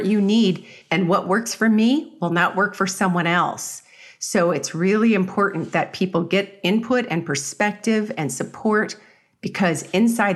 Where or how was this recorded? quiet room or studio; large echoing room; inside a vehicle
quiet room or studio